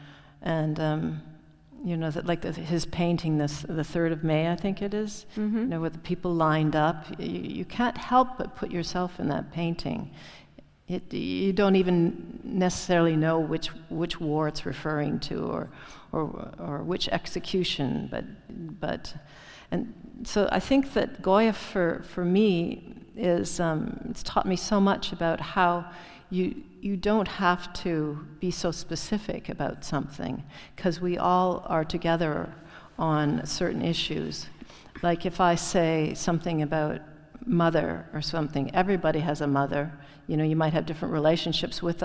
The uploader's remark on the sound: This podcast is a live recording from the talk. Which took place at the Real Academia de Bellas de San Fernando in Madrid.